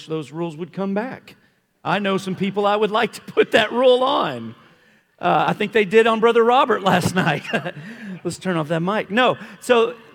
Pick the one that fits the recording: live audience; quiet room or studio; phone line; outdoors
live audience